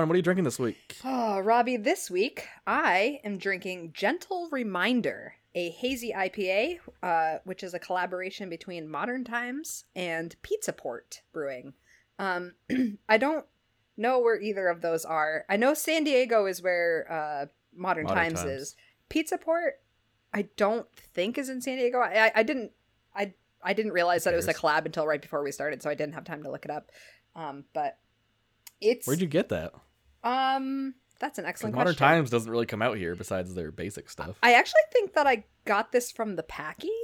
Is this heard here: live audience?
no